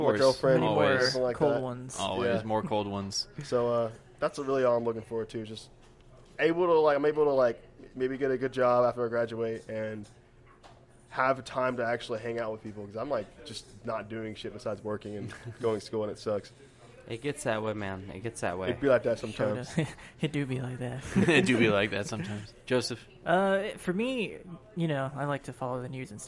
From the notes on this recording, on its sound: live from Midway Craft House in Denton TX